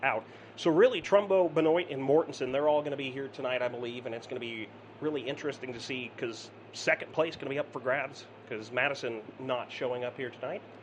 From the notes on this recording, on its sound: Live from championship night at Rolling Plains Motor Speedway.